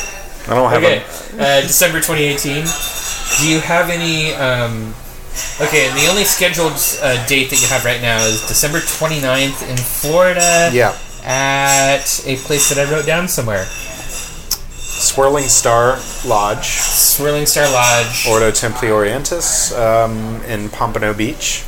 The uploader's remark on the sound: We recorded this episode at Hopworks Urban Brewery. We recorded this episode at Hopworks Urban Brewery and tried a number of their beers.